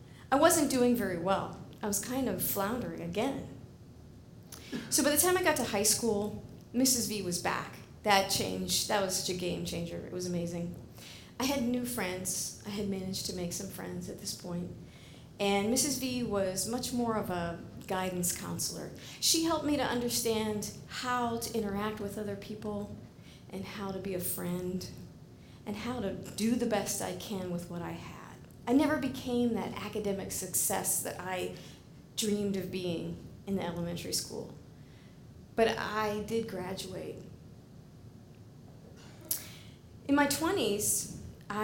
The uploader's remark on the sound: live at The Fremont Theater in Portland, Oregon